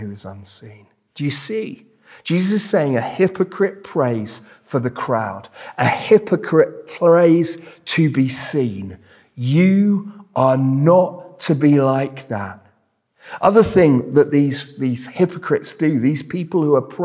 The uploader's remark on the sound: This sermon was preached at Welcome Baptist Church.